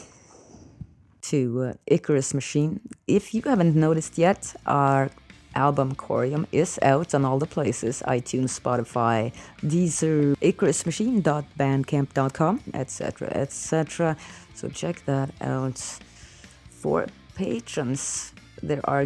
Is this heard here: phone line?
no